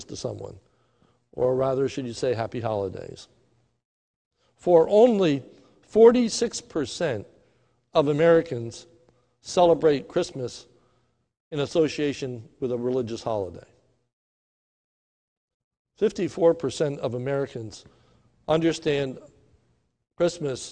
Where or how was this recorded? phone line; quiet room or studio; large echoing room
large echoing room